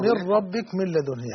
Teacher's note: النون الساكنة والتنوين مع اللام والراء اتفق الطريقان على الإدغام الكامل بغير غنة